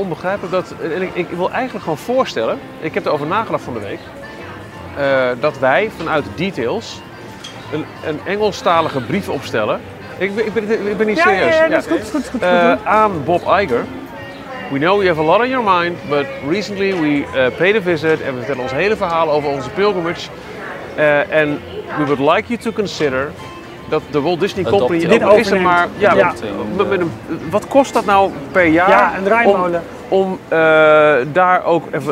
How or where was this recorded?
busy venue